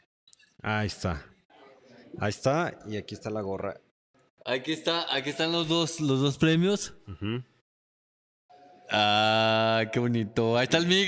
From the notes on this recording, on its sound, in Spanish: El episodio 25 de este podcast fue grabado totalmente en vivo desde las instalaciones de Marín Fitness Center.